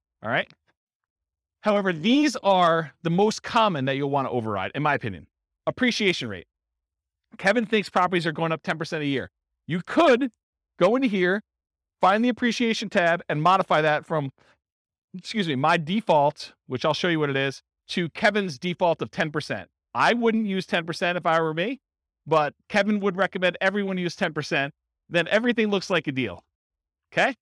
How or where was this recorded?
live audience